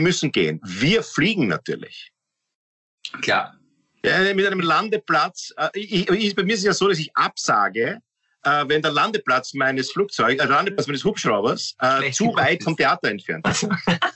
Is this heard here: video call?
yes